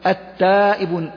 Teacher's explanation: لم أنطق اللام إذن فهي لام شمسية حكمها الإدغام، فهنا تقول اللام لام أل وهي شمسية لوقوع التاء بعدها وحكمها الإدغام.